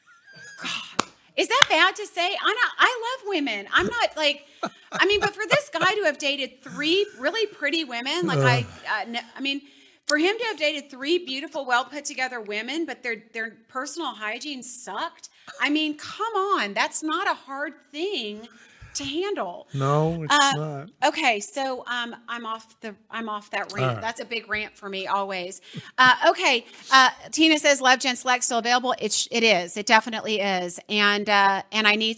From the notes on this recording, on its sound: engage with the Loveability audience